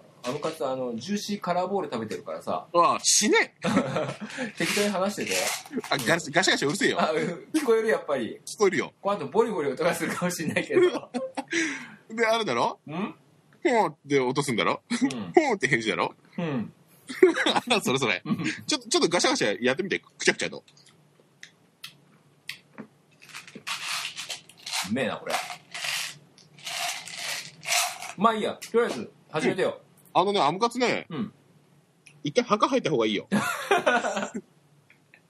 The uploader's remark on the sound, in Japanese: 今回は初の「スカイプ録音」！途中で「ポヒュっ」って入ってくる音は録音を聞いてるギャラリーのチャット音だったりします。